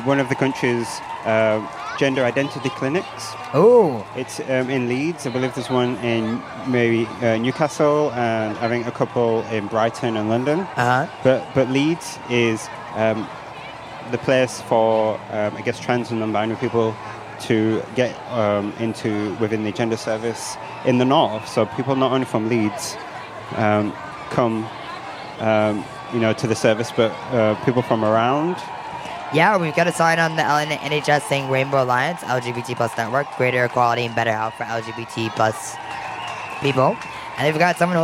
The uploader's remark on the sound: live coverage of the Leeds Pride Event